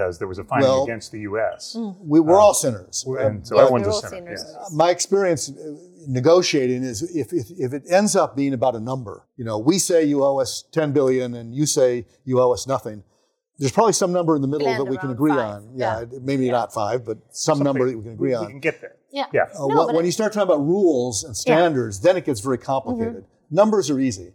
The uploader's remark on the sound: For a special taping from the Swedish American Chamber of Commerce Executive Forum.